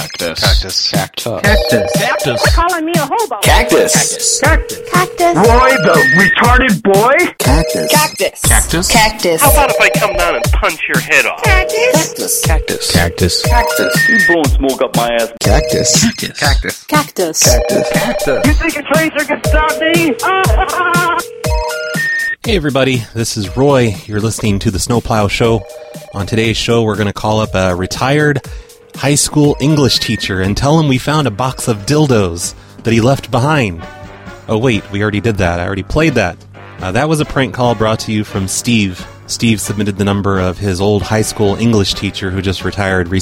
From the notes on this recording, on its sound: Prank Phone Calls. Snow plow show cactus of love LQ.